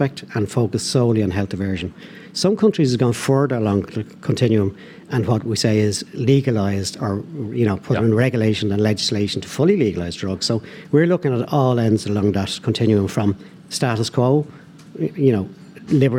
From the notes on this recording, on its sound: live from Aviva Stadium